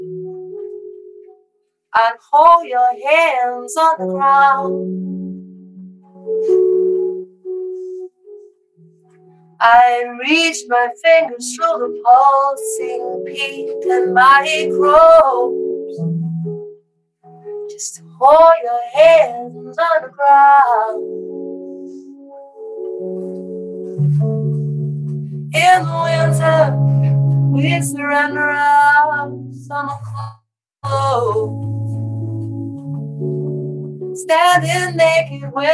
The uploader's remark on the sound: joined us in the Zoom room this week